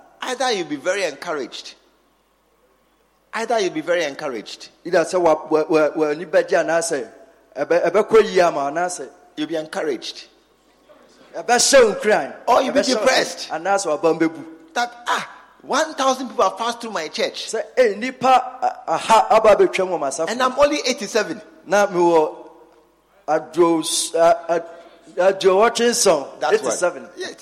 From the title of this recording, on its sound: Leaders And Loyalty Conference 2023 _ Day 2 _ Morning Session